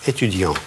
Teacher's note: Если «студент», то конечная буква произносится в нос.